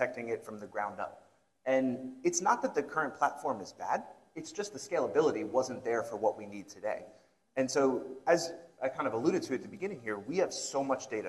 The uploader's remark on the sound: joined on stage for a fireside discussion